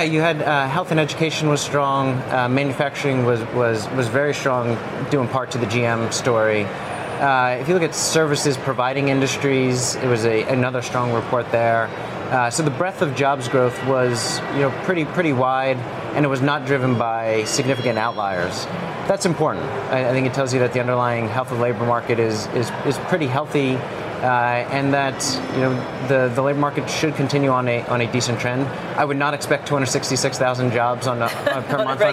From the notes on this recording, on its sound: live from The New York Stock Exchange